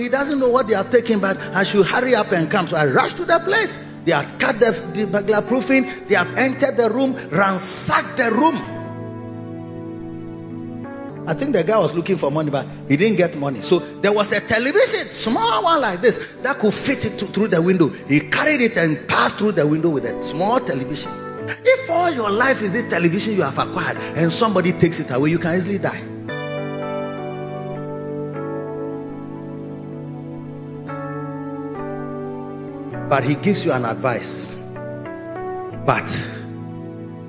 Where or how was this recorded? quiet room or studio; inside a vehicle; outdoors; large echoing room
large echoing room